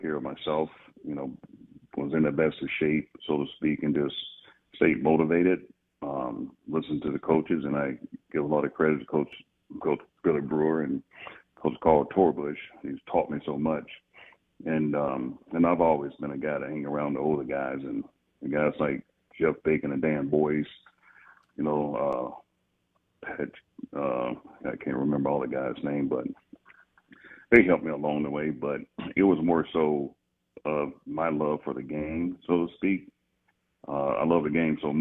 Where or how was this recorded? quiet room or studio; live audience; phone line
phone line